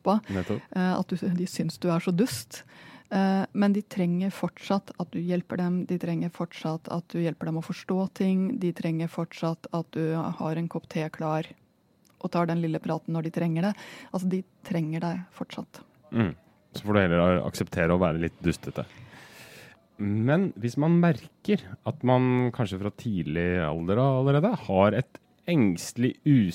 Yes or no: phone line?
no